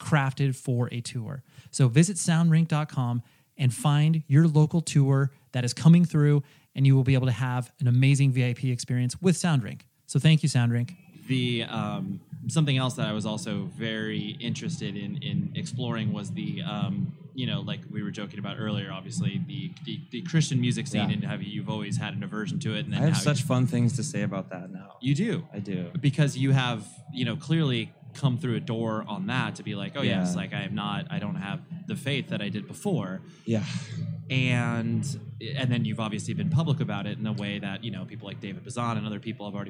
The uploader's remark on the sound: Live from NAMM w/ Gator Cases. I had a great experience recording my first "live" podcast at the NAMM Conference back in January of 2020. At the Gator Cases booth.